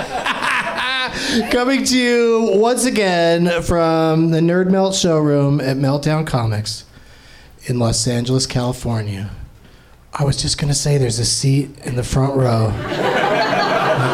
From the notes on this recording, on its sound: Live from the NerdMelt Showroom in LA